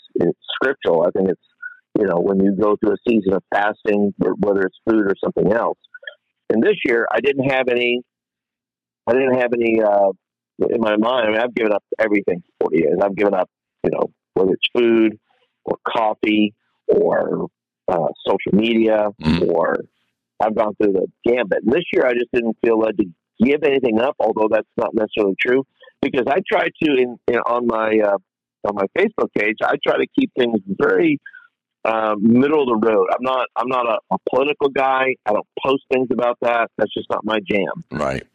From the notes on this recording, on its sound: Phone interview.